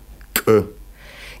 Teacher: При произношении осетинского К органы речи принимают такое же исходное положение, что и при произношении русского К. То есть задняя часть языка прижимается к заднему нёбу, образуя более энергичный затвор. Одновременно усиливается давление выходящего из легких воздуха на затвор. Когда воздух прорывается, получается резкий щелкающий звук.